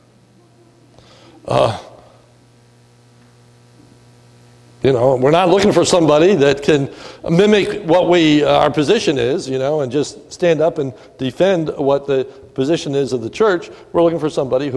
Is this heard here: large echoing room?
yes